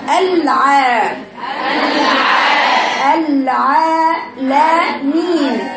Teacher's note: يبقى لا في العين نفس ولا في المد اللي بعدها نفس ولا في اللام نفس ولا في الميم نفس ولا في الياء المادية نفس ولا في النون نفس، كل الكلمة دي جهر.